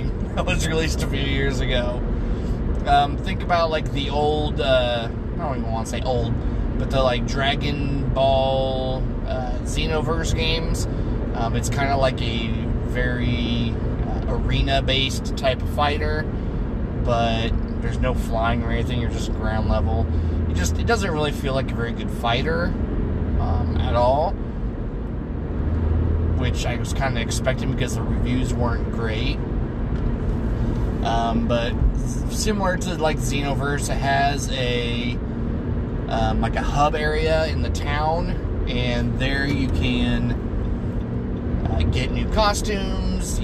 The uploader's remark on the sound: record while driving home